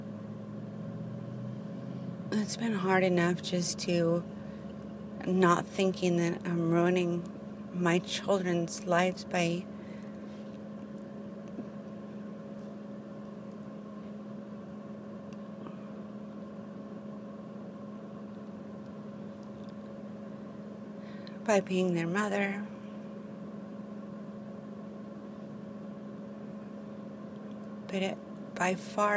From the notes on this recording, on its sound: I drive around and record while visit Penryn.